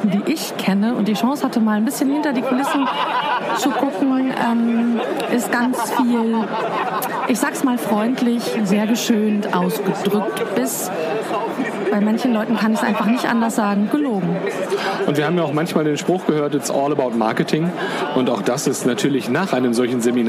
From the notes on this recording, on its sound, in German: Live aufgezeichnet in der LANXESS-ARENA in Köln in der Pause der Rednernacht. Haben wir uns spontan entschlossen in Köln diese Episode aufzuzeichnen.